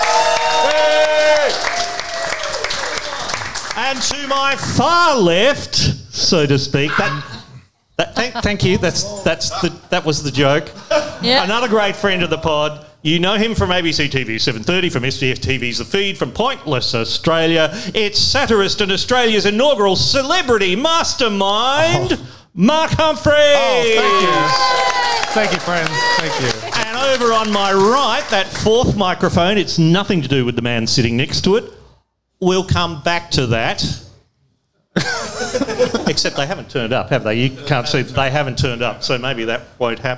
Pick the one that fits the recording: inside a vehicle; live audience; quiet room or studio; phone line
live audience